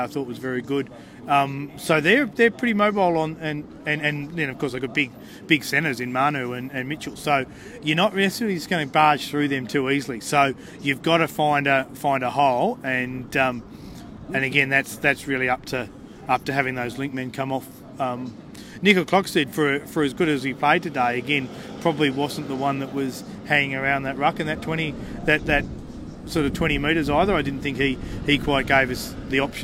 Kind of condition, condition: setting, busy venue